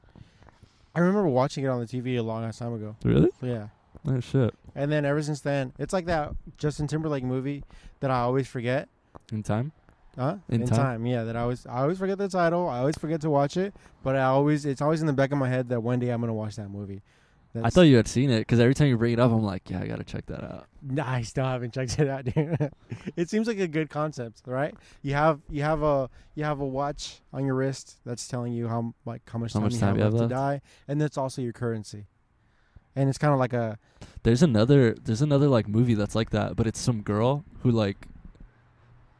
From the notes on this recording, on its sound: pod outside our local World Famous DONUT MAN